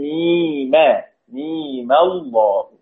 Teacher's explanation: ألف لام ميم ميم الله، فتحت الميم لالتقاء الساكنين، بقت عندي الميم مفتوحة، الميم مفتوحة هذه واحدة.